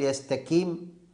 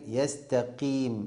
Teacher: القاف مكسورة تنزل أدنى درجة في التفخيم، اسمه تفخيم نسبي · Shown in: second take